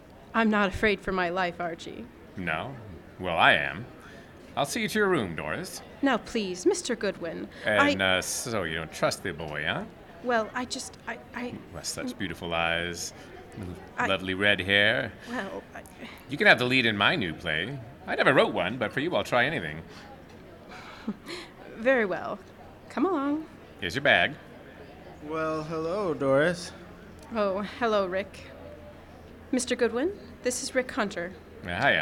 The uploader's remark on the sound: Recorded live and outdoors at the Pete Peterson Band Shell in Smokey Bear Park, Int’l Falls, Minnesota on August 3, 2022